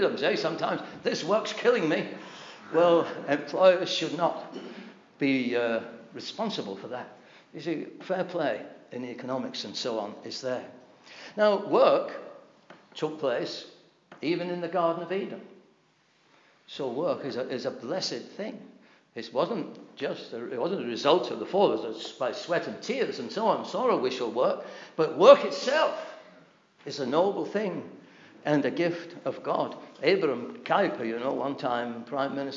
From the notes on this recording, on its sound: This address was delivered at the Britain's Only Hope - the Gospel Conference in 2018.